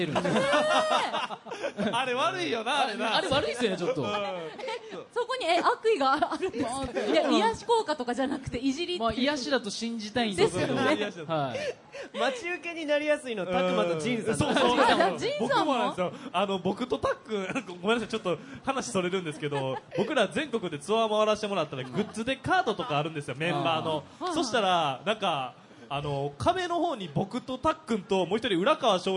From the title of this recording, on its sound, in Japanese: 大阪・松原市での公開録音